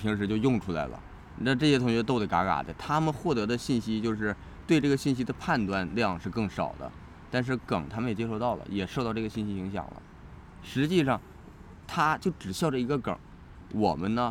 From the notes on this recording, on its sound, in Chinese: 这一期我俩录制条件有点特别，在公园录的，过程中刮风又下雨的，大家听着可能会有点奇怪。